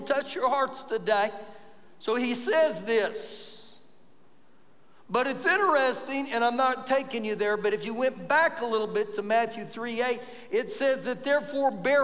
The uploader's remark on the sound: Recorded live during our Sunday morning service